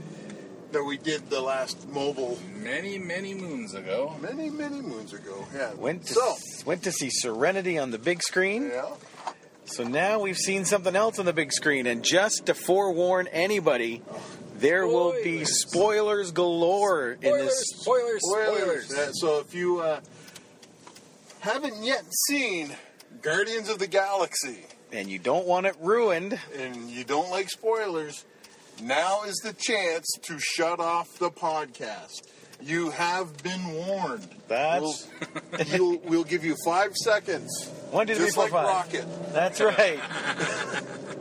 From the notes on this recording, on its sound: Take the show on the road and go see Guardians of the Galaxy at a super awesome theater then record their thoughts on the flick on the drive back home.